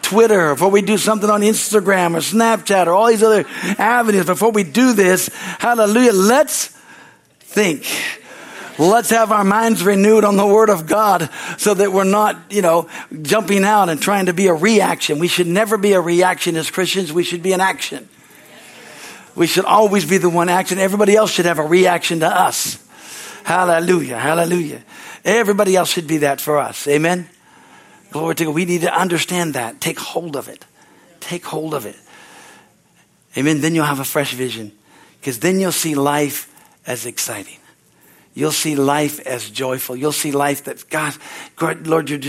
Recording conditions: large echoing room